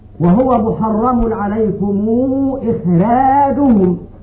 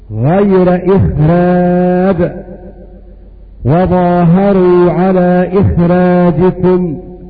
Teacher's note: فإذا وقعت الخاء بين الكسرة والراء فإن الراء ترقق عندئذ